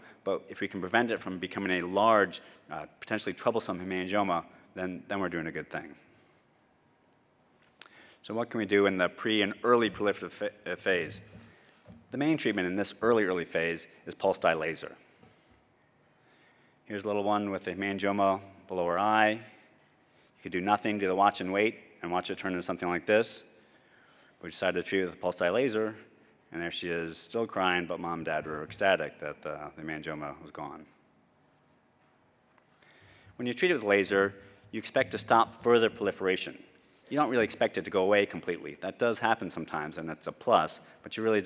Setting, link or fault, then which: setting, large echoing room